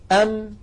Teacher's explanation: يعني أنا إذا أردت أن أنطق ميما ساكنة فأقول أم، جربوا هكذا أنتم، أم، فتكون الشفتان مبتعدتان عن بعضهما أو مبتعدتين عن بعضهما ثم تصطدمان هكذا، أم، فنهاية الحرف الساكن شفتان ملتصقتان